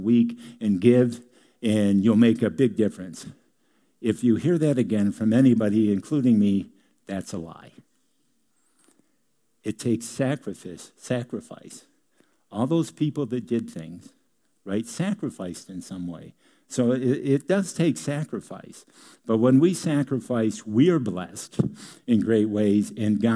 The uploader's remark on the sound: Delivered on 21 January 2018 at Grace Church of La Verne .